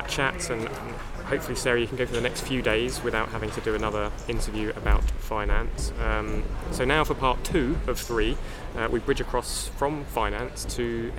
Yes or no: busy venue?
yes